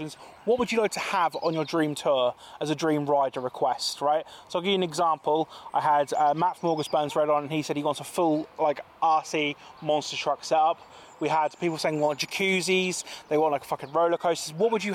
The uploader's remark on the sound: Recorded in the beer garden of B2 in Norwich.